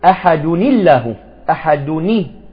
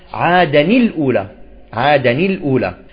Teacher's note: إذن تحدثنا عن الحذف والتحريك، وننتقل إن شاء الله الآن إلى التحويل، طريقة من طرق التخلص من التقاء الساكنين. التحويل هو تحويل التنوين بجميع حركاته الضم والفتح والكسر إلى نون مكسورة